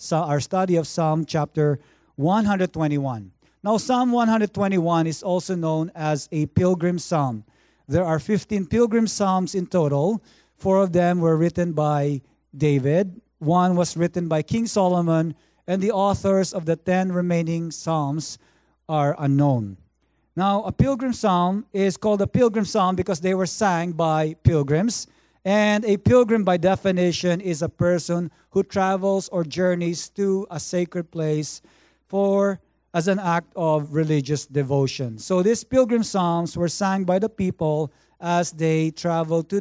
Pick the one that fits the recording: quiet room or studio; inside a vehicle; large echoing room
large echoing room